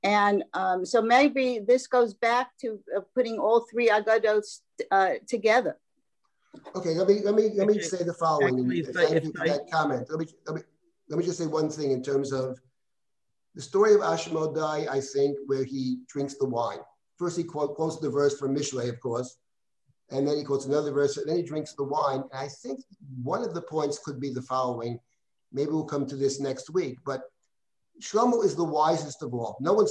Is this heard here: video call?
yes